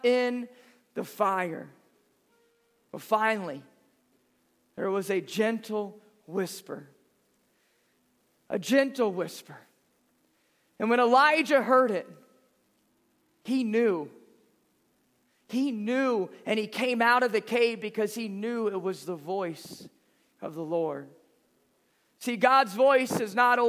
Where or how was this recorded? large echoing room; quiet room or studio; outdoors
large echoing room